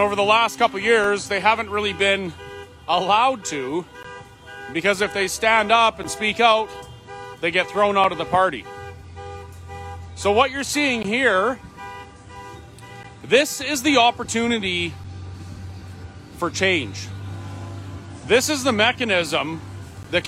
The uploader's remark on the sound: The Convoy is in Ottawa and we walk around taking in all the sights and sounds of Ottawa.